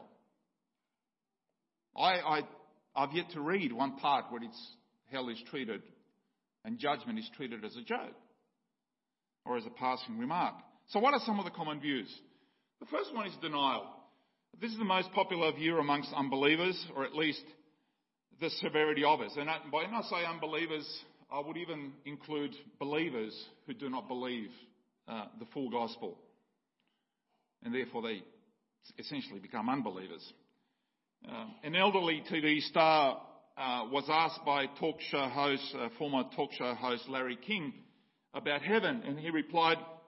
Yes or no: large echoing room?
yes